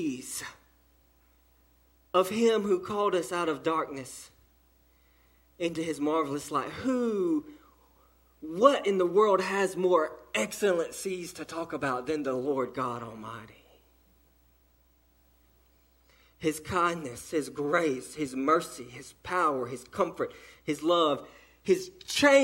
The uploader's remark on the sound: Delivered to Cottondale Baptist Church in Eastman, GA on 3/4/18 during the 6:00pm service.